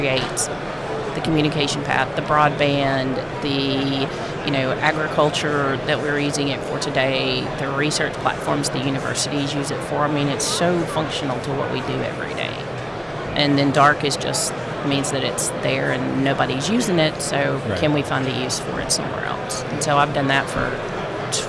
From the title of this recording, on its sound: Live from FiberConnect 2019